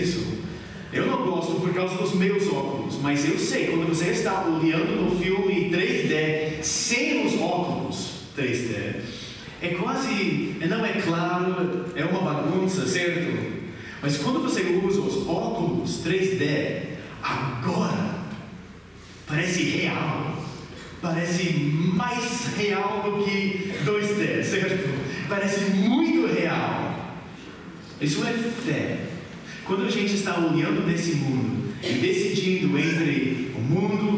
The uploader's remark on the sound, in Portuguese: Mensagem gravada na Igreja Batista Jardim Minesota